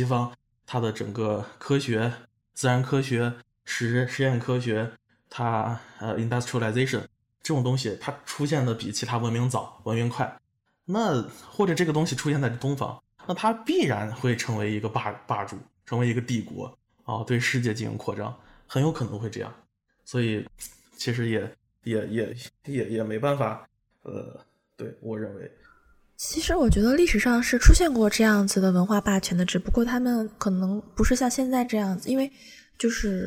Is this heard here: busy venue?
no